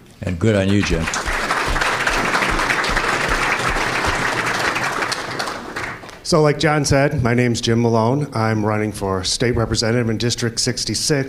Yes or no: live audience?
yes